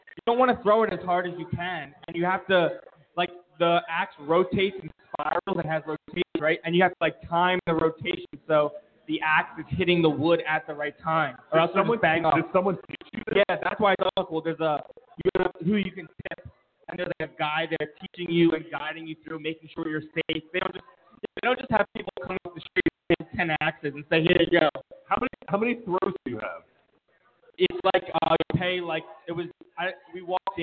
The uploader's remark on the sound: Live From Village Idiot Brewing Company. Listen as we sip some beers from Village Idiot and talk some nonsense!